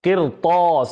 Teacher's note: الراء ساكنة وما قبلها مكسور، ثم بعدها حرف الطاء، إذن تفخم